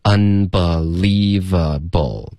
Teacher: un 的这个音，不要发成 un，OK，不是一个后鼻音，是一个顶舌尖的 n，un 舌尖